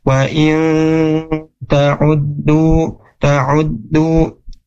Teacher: bacanya harus digunnahkan, dimasukkan ke hidung · Term: ikhfa